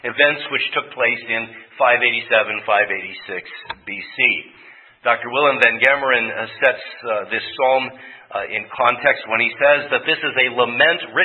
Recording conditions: large echoing room